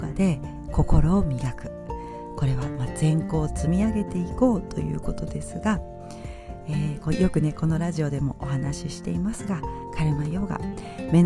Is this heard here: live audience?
no